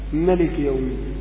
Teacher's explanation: وحقيقة القصر وعدم المد مطلق يعني حذف الألف ملك يومي، ولكن المصطلح عليه في علم التجويد كما يستفاد من تعريف من تعريفي المد والقصر السابقين أن القصر هو مقدار حركتين والمد ما زاد على ذلك.